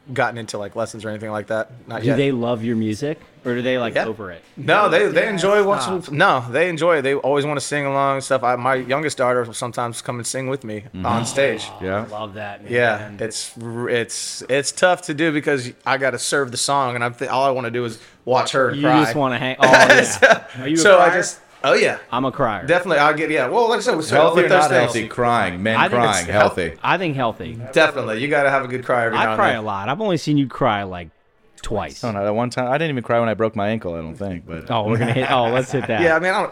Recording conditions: busy venue